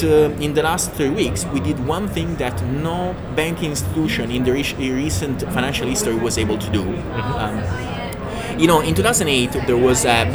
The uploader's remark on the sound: Live at Money2020 in Amsterdam. This episode was recorded live on the floor at Money2020, so please excuse the background noise.